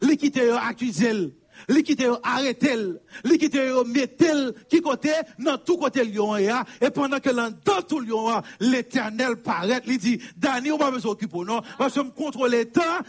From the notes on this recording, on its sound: Sunday Service Live.